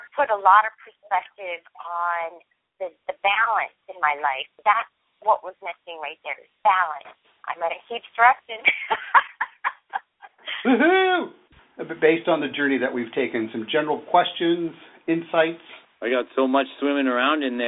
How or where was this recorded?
phone line